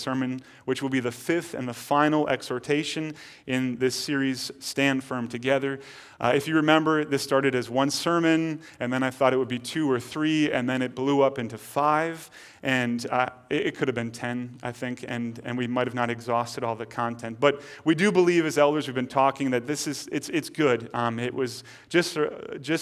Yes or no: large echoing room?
yes